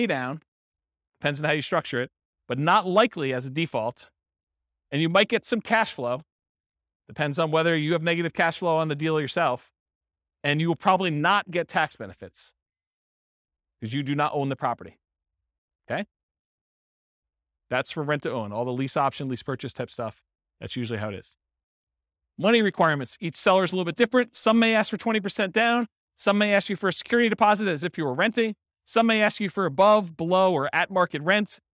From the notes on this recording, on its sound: This was a live class recorded